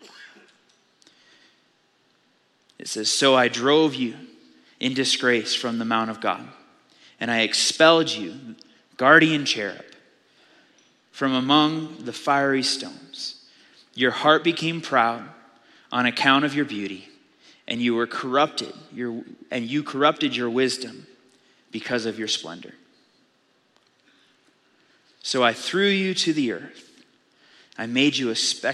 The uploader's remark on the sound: Audio file of the Sunday Morning Sermon.